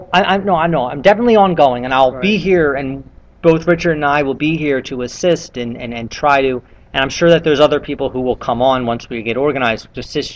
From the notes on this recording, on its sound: The conversation recorded live among Wikipedia:Meetup/Philadelphia 8 participants.